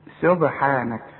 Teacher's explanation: وشوف السين سو اوعى تقول سو كتير قوي حتى اللي بيجي يسبح يقول لك سبحانك صب لا سو ها يقول سبحان الله سبحان لا سبحان الله. رقق السين سبحانك والنون مرققه دائما